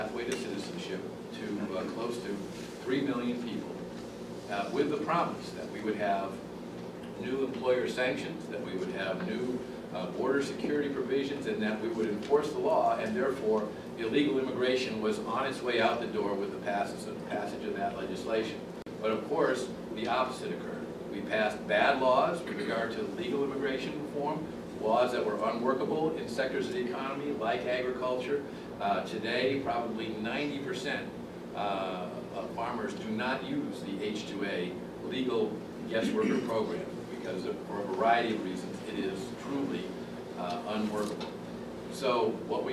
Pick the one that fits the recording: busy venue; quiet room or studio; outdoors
busy venue